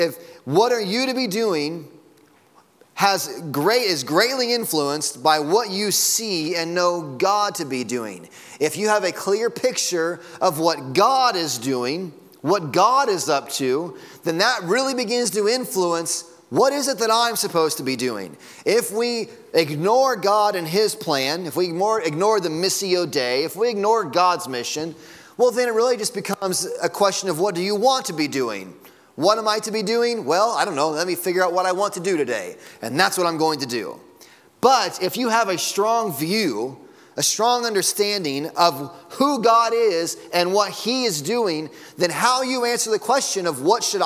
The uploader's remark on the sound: Sunday Morning Sermon Audio.